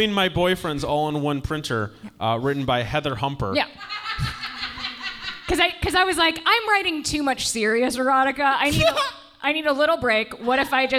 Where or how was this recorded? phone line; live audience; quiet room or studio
live audience